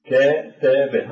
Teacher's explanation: زائدا ب أيضا صوت ساكن وهو الباء زائد هذه الحركة. فإذا الفعل كتب يتكون من ثلاثة مقاطع من النوع الأول، يعني صوت ساكن زائد صوت لين · Term: المقطع الأول